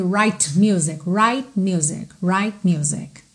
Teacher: mais uma oportunidade para você perceber o T do right que não aparece. Você não ouve right music, right music, right music.